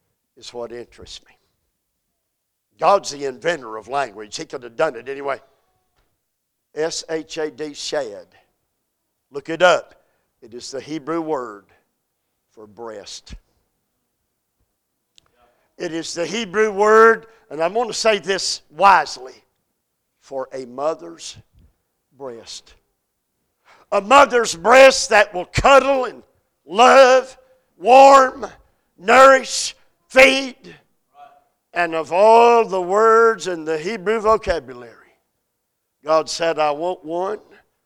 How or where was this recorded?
large echoing room